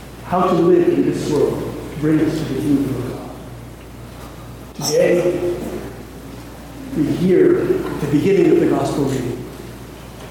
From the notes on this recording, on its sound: please excuse the audio quality